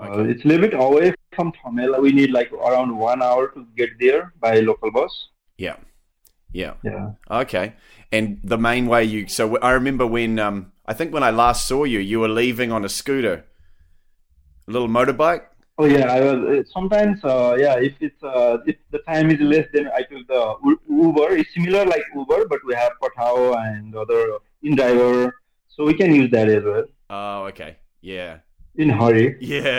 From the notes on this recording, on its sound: unedited phone interview